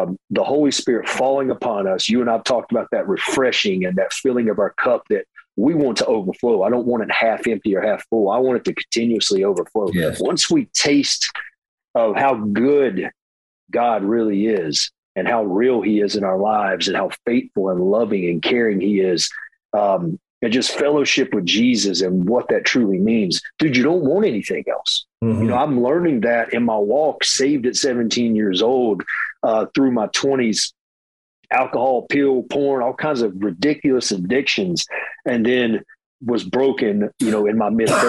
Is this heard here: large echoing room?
no